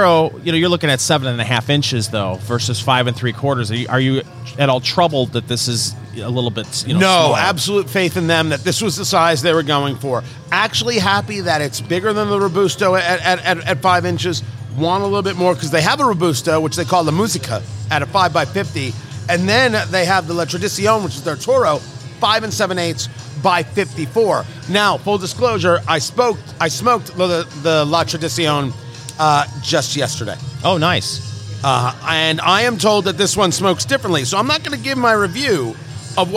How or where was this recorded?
busy venue